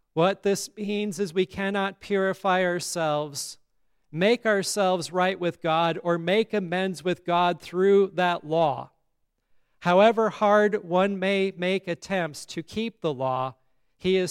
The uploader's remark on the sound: today's service at Grace Lutheran Church, Lexington, MO